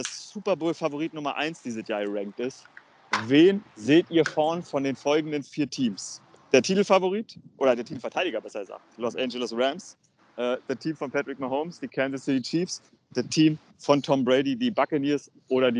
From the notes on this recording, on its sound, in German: Aufzeichnung im Park in Boston